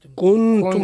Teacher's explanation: إخفاء مع الغنة نون عند التاء